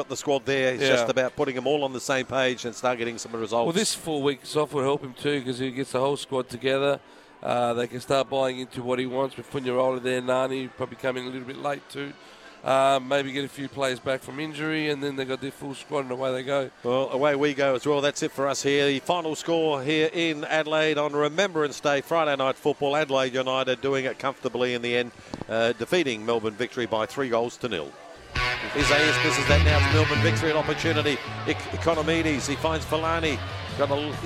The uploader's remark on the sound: live from Coopers Stadium